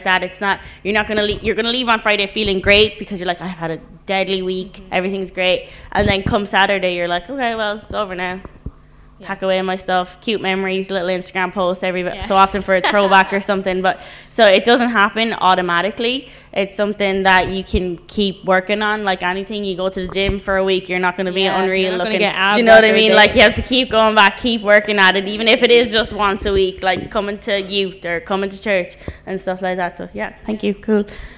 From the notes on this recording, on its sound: Live from ReConnect Young Adult Night. Alive Church TV.